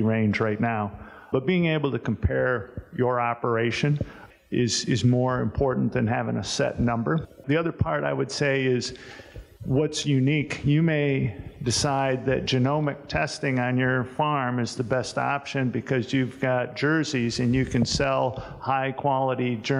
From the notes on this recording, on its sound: This episode of The Dairy Show contains audio from the 2021 Expo Seminar